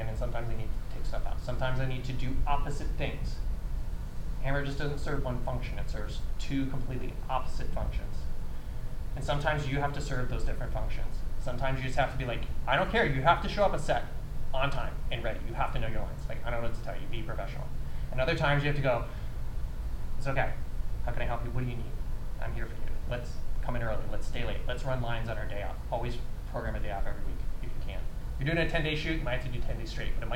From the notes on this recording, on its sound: This two parter is a special presentation of the Content Creator Panel from the 2023 Miracle Makers International Film Festival in North Hollywood California.